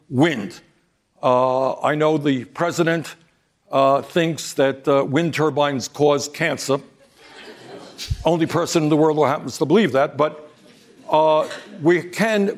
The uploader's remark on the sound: during a live town hall